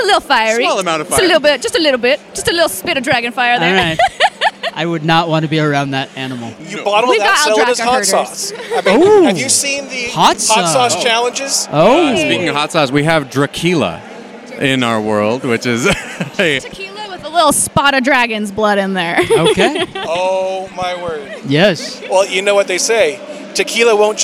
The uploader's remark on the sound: Live From DragonSteel 2023